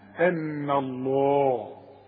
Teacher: رقى النون وفخم لفظ الجلالة، ليه؟ لأن لفظ الجلالة مفتوح والحرف اللي قبله مفتوح فيبقى نفخمه.